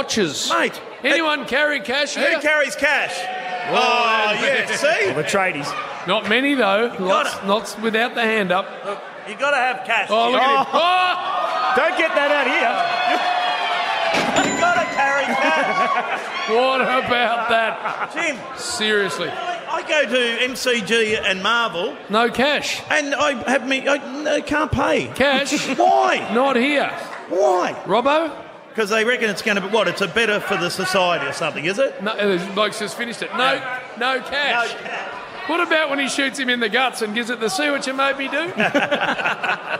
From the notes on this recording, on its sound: broadcasting live from the Pink Hill Hotel in Beaconsfield - and she's a massive crowd!